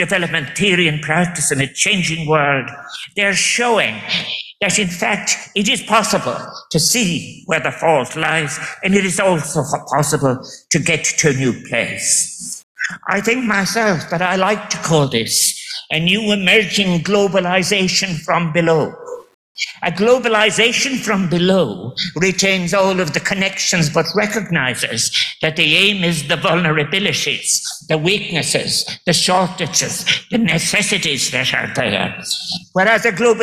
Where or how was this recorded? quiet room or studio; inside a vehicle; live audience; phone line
live audience